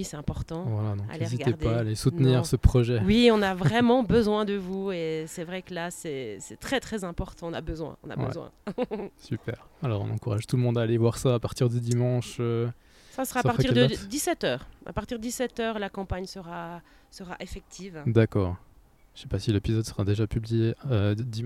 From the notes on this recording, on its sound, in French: Eh oui, un coup de chance, le soleil est resté jusqu'au bout de l'interview. Très certainement le dernier épisode enregistré sur une terrasse pour cette année.